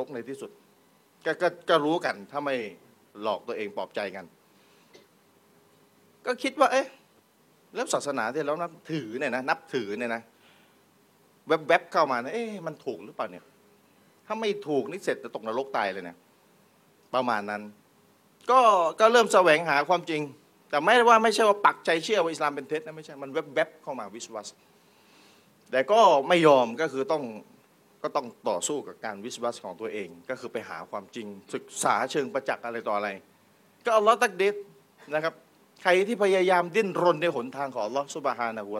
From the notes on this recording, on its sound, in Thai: เทปบันทึกงาน Assabiqoon Islamic Forum ครั้งที่ 1